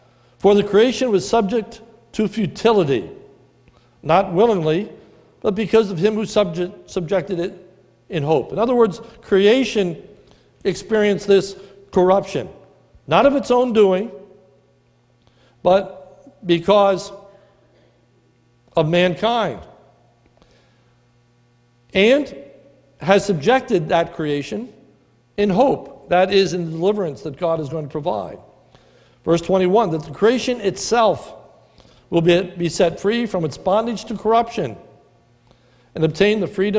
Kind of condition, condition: setting, large echoing room